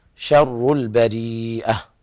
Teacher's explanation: شر الشين دائما مرققة